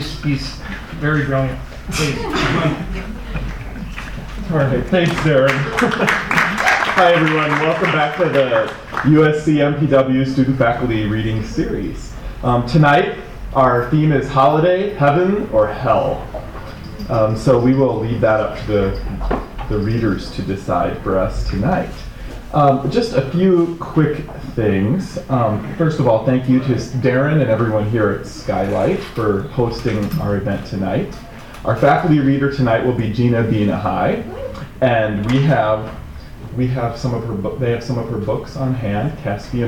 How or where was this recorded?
live audience